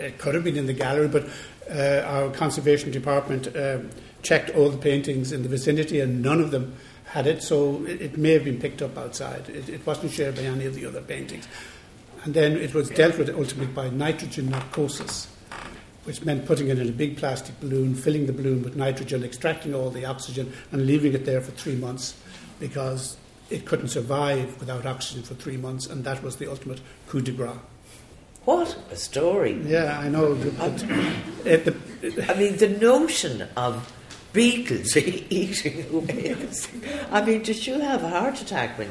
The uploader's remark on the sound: Recorded in the National Gallery of Ireland's lecture theatre on 15 November 2018. This live recording.